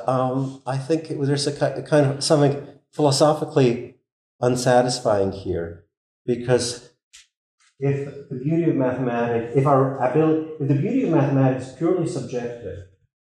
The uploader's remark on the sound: This lecture was given on March 28th, 2023, at the University of Texas at Austin.